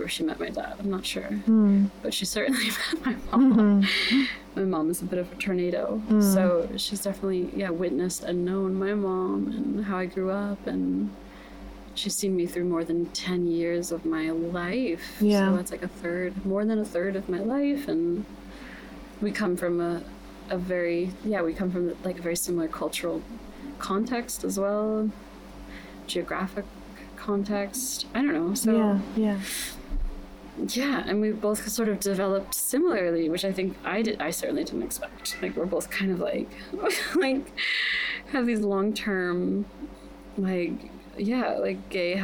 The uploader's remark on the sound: This was my first in-person chat in a while and it was a windy day, so some of the audio might sound off at times!